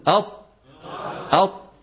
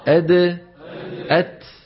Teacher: في الدال والتاء. ولاحظوا بان لسان المزمار رجع في الطاء بحيث تضيق الحلق ولم يرجع في الدال والتاء